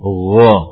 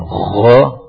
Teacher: Wo tidak ada tidak ada serak-seraknya. · Shown in: first take · Wo. Kalau masih ada serak-seraknya kho.